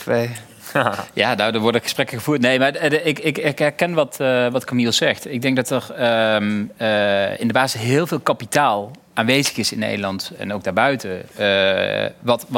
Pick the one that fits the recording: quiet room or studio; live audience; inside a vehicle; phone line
live audience